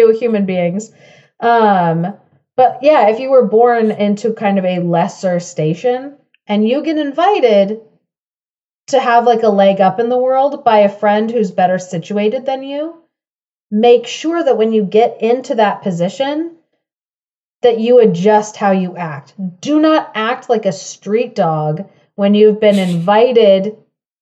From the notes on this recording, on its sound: Join us for this recording of our first Fifth Friday Fable Fest of 2023.